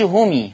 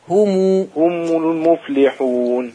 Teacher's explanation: لا ما تقولش همي، همي كسرت الميم، هم ضم الشفة